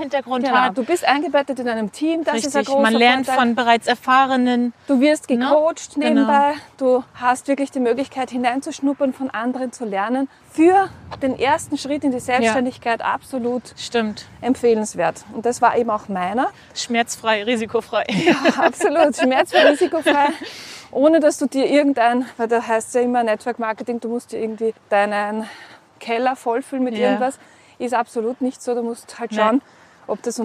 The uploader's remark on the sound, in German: Sie besuchte mich Anfang Mai hier an der Ostsee. Unser GEHspräch wird begleitet von so einigen Nebengeräuschen (für einen Sonntagnachmittag auf dem Dorf ganz schön viele).